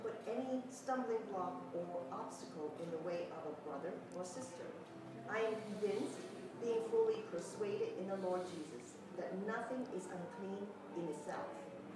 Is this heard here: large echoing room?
yes